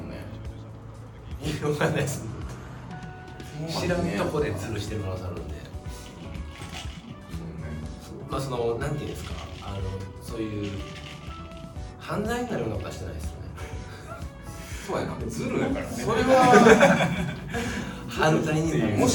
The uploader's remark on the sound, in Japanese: 伊丹GreenJamの楽屋より収録です。